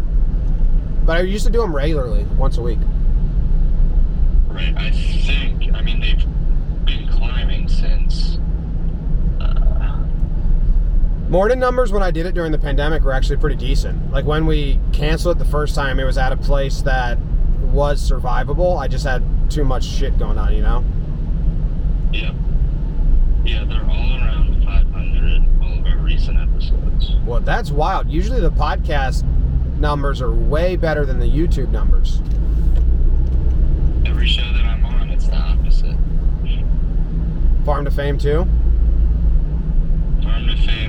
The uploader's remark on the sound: Apologies for subpar car audio!